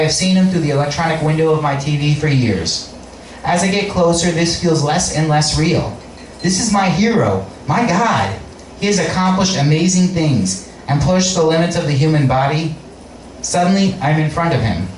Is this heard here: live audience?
yes